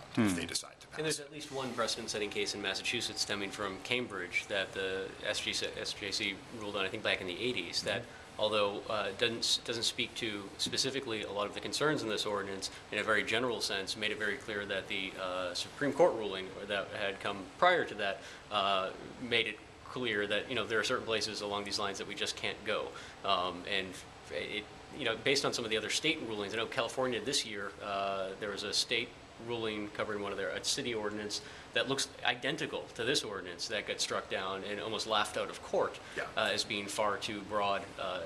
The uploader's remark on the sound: This week’s show is taped at Crompton Collective , a mall of antiques and artisan goods, right off Kelley Square.